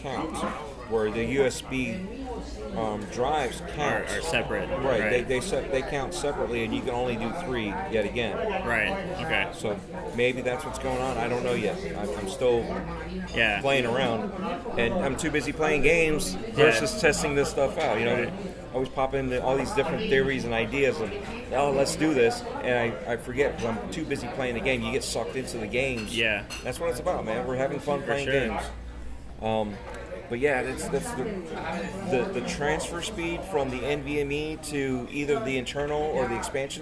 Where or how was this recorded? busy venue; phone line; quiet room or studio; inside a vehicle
busy venue